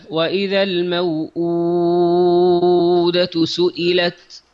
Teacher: كلمة الموؤودة وكلمة موئلة لا تمد الواو فيها